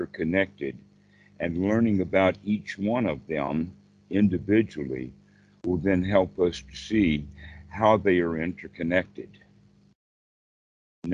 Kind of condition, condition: link, video call